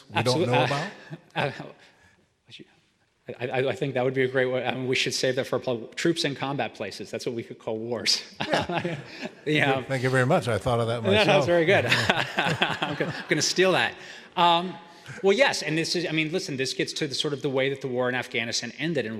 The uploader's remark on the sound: Speaking at the Westminster Town Hall Forum in Minneapolis, Minnesota. He spoke in front of a live audience at the Westminster Town Hall Forum in Downtown Minneapolis on April 18, 2023.